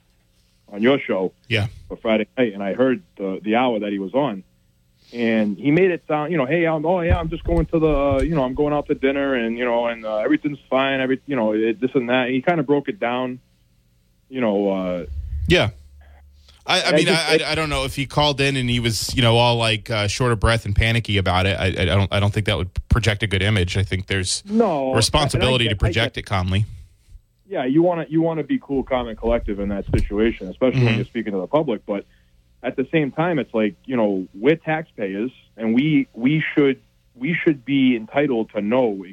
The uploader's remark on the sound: Callers from the audience give their opinion on the standoff at the Bristol County Jail.